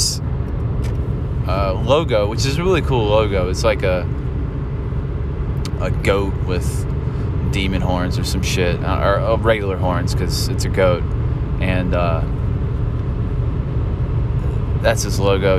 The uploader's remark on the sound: Driving. Drives to an open mic while providing silly banter.